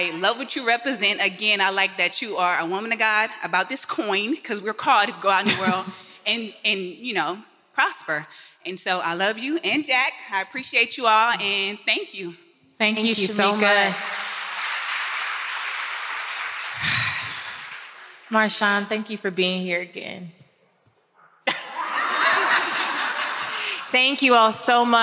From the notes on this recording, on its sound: LIVE from Atlanta